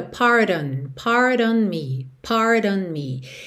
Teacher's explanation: E presta atenção que esse O quase não aparece da palavra pardon. Você não fala pardon, pardon, é pardon, pardon, ok?